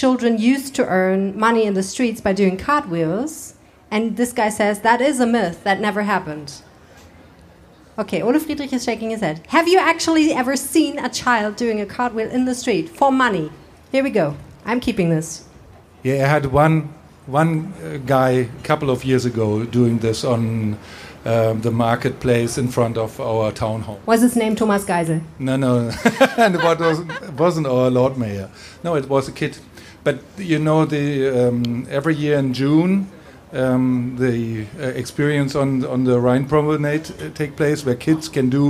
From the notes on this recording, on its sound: (LIVE & in English). On August 21st, 2023, we met at the Stadtstrand and recorded this special episode just for you.